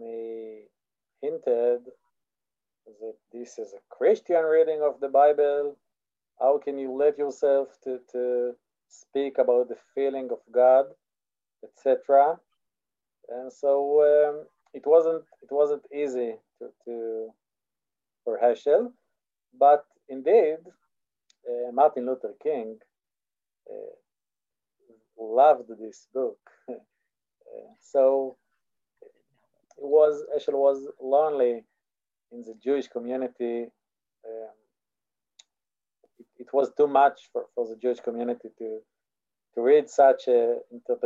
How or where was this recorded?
video call